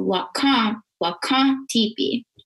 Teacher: there's an N at the end of that, but it's not fully pronounced. So we say that those are nasal N's. So when we're saying Wakan, it's that like nasal N.